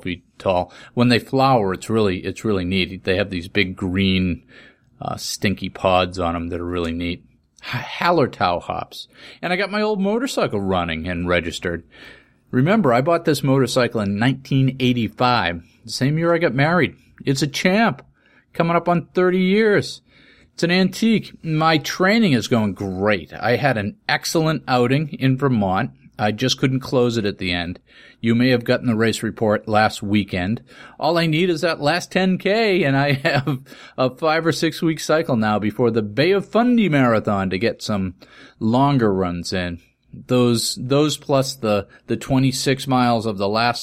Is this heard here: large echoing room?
no